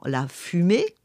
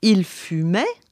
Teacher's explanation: On a un « et » fermé, comme dans « la fumée ». On a un « et » ouvert, comme dans « il fumait ».